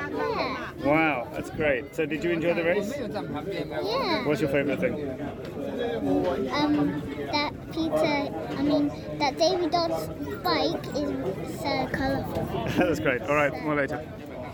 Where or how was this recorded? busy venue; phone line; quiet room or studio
busy venue